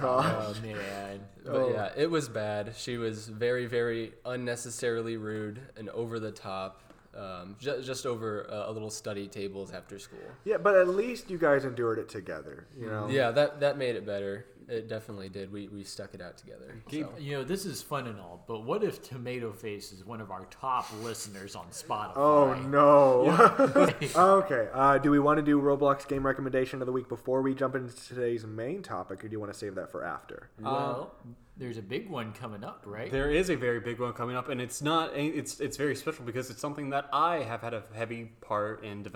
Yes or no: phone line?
no